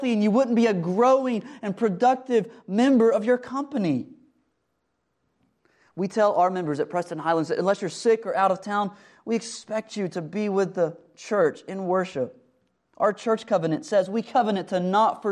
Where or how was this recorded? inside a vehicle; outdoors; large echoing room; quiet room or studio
large echoing room